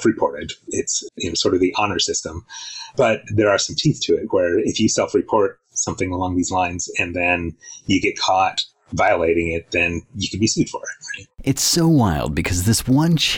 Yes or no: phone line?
no